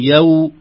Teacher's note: تجدين أن الذي يتحكم في صوت الحرف هنا ليس المد وليس خروج الهواء من الجوف بل الشفتان